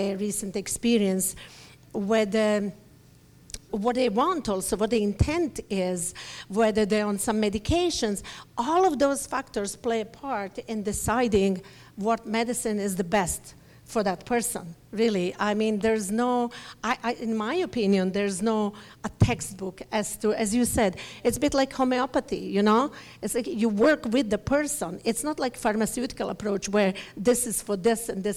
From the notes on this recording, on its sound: we will be sharing live audio from our recent Expansion Seminar event in Vancouver BC